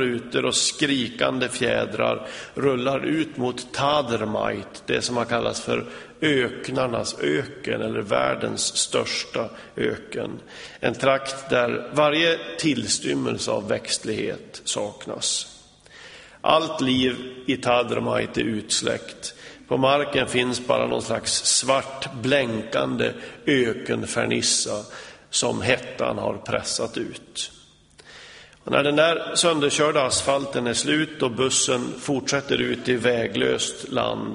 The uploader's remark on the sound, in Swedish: Inspelad i Smyrnakyrkan, Göteborg.